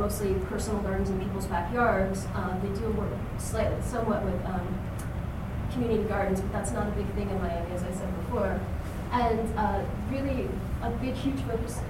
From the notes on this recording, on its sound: Presented in Racialized Landscapes 1 at the Dimensions of Political Ecology 2012: Conference on Nature Society at the University of Kentucky.